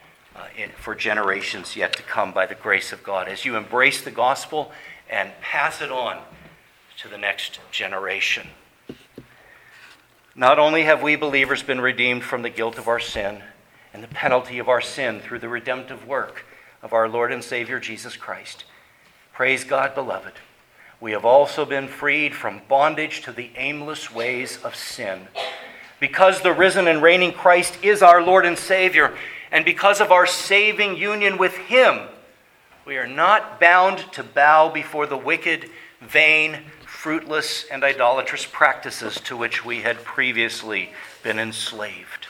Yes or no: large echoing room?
yes